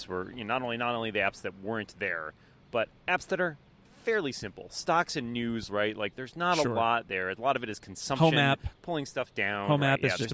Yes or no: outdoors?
yes